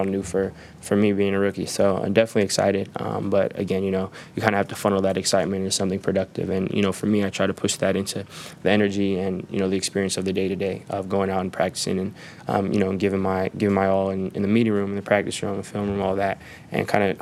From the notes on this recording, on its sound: LIVE reaction from the NASCAR Playoffs in Darlington.